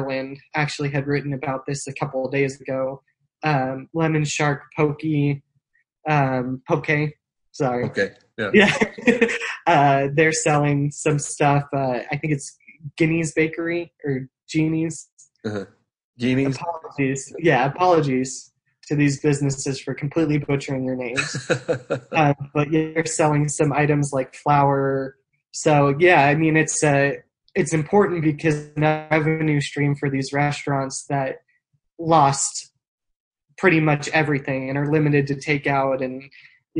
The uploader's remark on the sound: For the second of our Zoom-aided podcasts